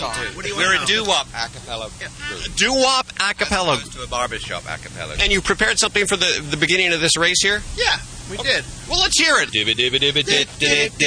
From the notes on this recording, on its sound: Animal Radio is LIVE from the Pasadena Rose Bowl for the annual Race for the Rescues, benefiting 10 great rescue organizations. It's a 5k run and adoption event with lots of animals and lots of celebrities.